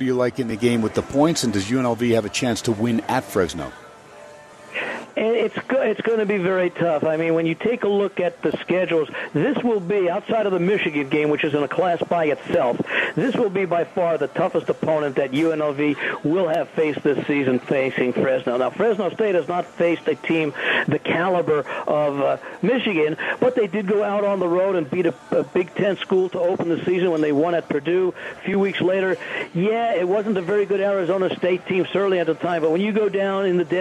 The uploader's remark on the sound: "Live" from #SteinersPub #LasVegas. As heard on 101.5 FM K-DAWN & streamed across the #worldwide #Audacy App!